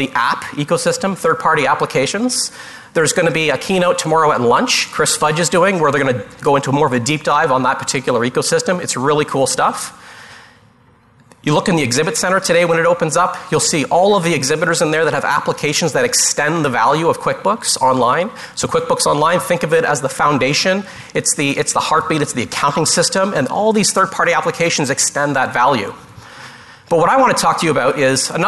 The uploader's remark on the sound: Live Broadcast at the The IPBC IGNITE Conference